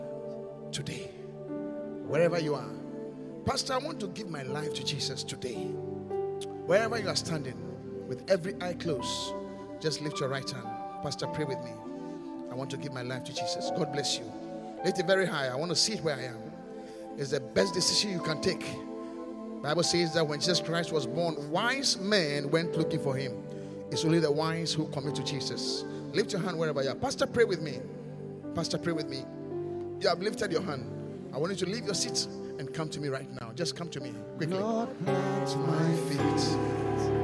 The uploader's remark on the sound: Preached at the Qodesh